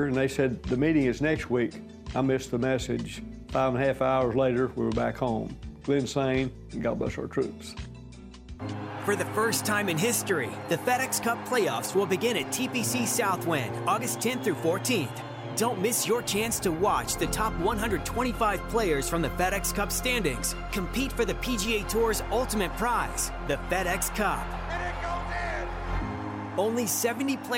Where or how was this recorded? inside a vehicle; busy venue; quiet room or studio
busy venue